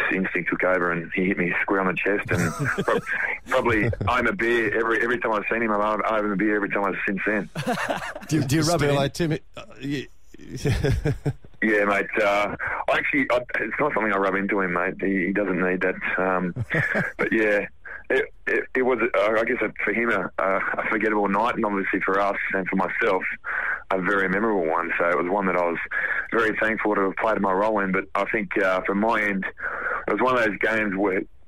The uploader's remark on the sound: is on the phone